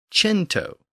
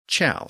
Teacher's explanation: In Italian, before the E and the I, the K sound shifted to a CH sound